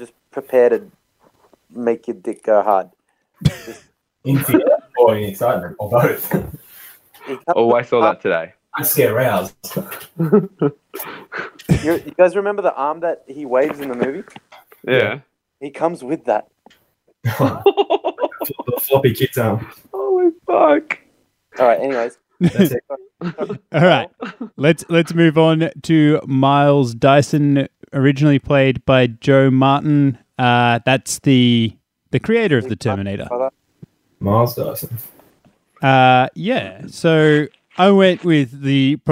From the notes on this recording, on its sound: There was some connections issues in this episode. He ended up joining the episode via his phone. Sorry for any issues with levels.